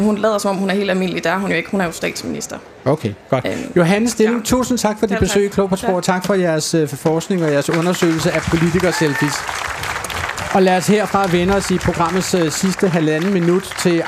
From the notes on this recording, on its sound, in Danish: Politikersprog på Solskinsøen. Vi endevender de politiske udmeldinger i selskab med udvalgte partiledere foran et live publikum under solskin og mågeskrig.